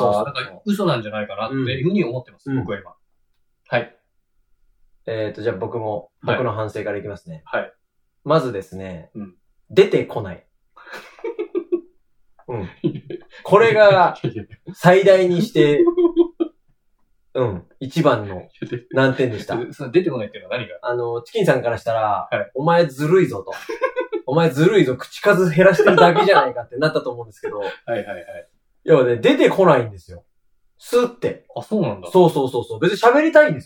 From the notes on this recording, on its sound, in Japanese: 録音を失敗してしまい音質が激悪です。